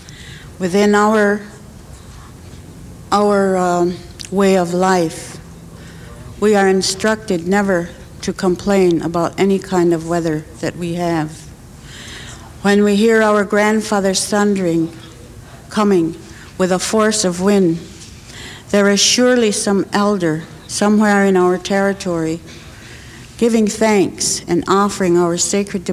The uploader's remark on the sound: In the winter of 1993, spiritual leaders of 7 indigenous nations of North America came to the United Nations to deliver their traditional prophecies relating to the earth. They traveled from the four directions to bring their urgent messages to an audience of United Nations dignitaries and honored guests.